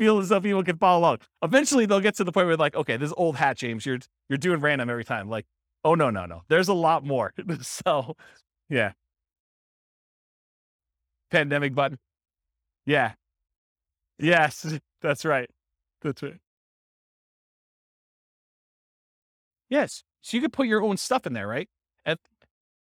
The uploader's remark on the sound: This was a live class recorded.